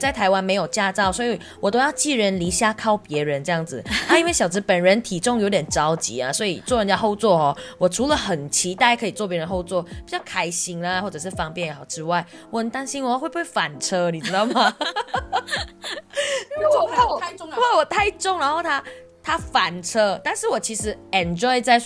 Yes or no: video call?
no